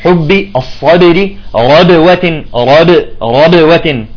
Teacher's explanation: الصوت شلون عم يطلع من الشفتين بقوة بشدة وجهر